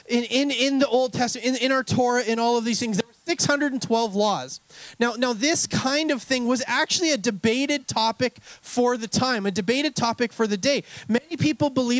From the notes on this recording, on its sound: We had an outdoor service this Sunday which led to some technical issues, they do get resovled part way through the message.